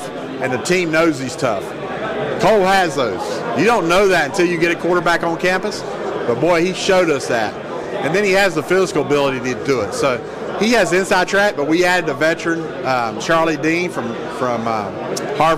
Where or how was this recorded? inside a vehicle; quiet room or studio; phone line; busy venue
busy venue